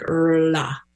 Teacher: It's a rolled R. I kind of describe it like an RL combination, like RLA.